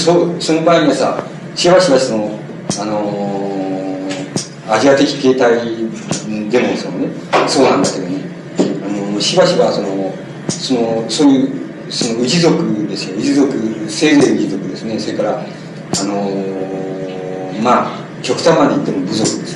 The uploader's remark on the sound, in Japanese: 主催：同志社大学文学哲学研究会「翌檜」。場所：京都教育文化センター。全編にわたってノイズが入っており、 中盤から「ボツ、ボツ」と テープノイズが続く。黒板使用のため音声が遠のく。